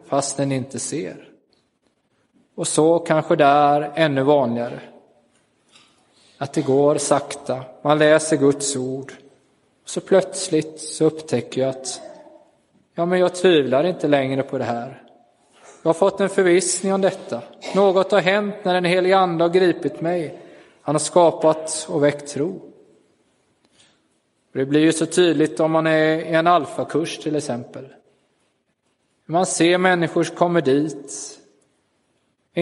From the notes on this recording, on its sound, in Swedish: Inspelad i Roseniuskyrkan den 16 april 2023.